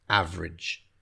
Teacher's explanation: So we sort of run the last two syllables together